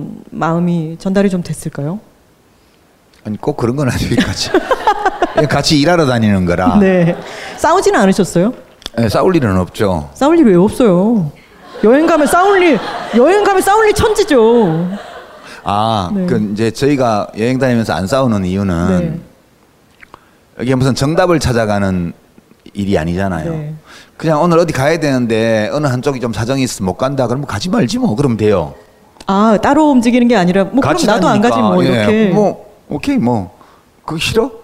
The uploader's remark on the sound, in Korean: 공개방송으로 풀어 낸 유럽 도시.